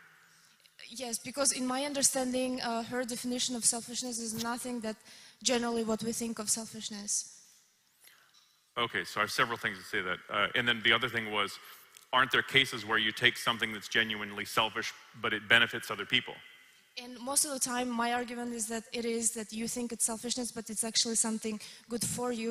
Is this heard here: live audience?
yes